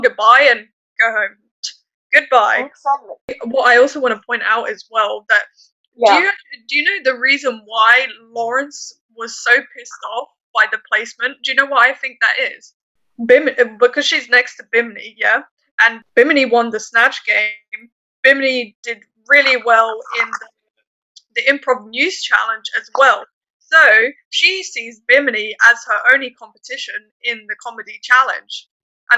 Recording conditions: poor sound quality